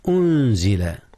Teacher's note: أنزل إخفاء جاء هنا يا أستاذنا. أخفيت النون قبل الزاء، إذ الزاء من حروف الإخفاء